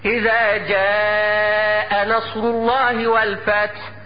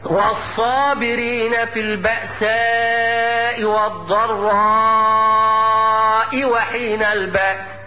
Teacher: ألف الصابرين الضراء ألف مفخمة تابعة للحرف اللي قبله · Shown in: second take